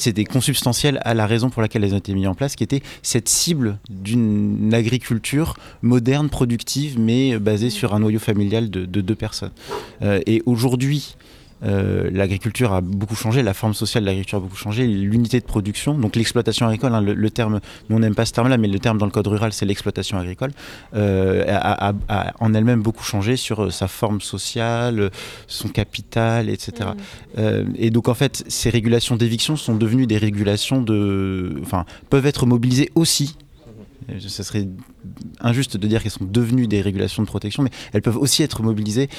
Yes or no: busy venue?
yes